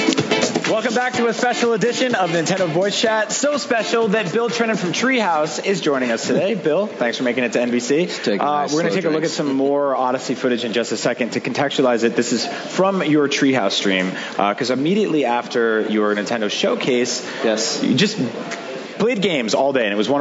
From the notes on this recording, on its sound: A special segment of Nintendo Voice Chat was recorded at E3 2017!